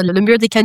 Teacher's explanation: We don't pronounce the last consonant. · Term: don't say the T